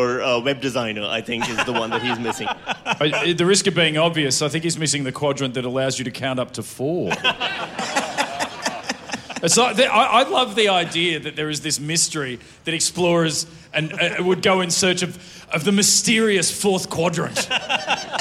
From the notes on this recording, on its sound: Celebrating 1,000,000 downloads live in Melbourne at the Malthouse Theatre